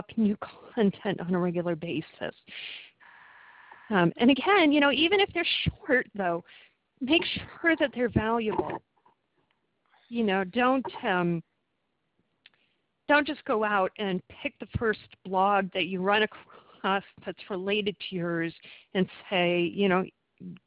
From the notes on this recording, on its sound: Since the video recording system was having so many problems, we switched to telephone conferencing for the last two webinar sessions.